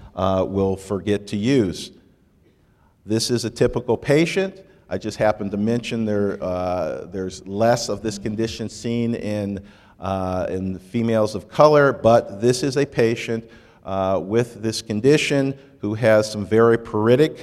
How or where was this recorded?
live audience